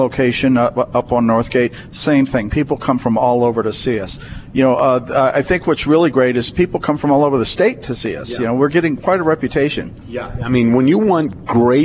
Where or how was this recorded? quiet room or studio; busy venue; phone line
busy venue